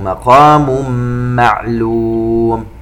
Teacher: التنوين عند الميم إدغام بغنة